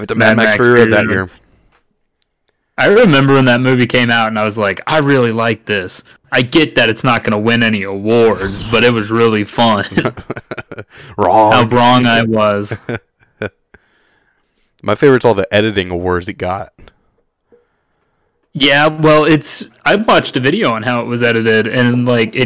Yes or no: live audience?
no